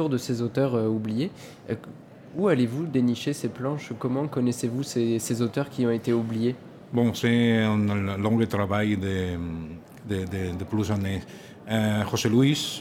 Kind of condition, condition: setting, busy venue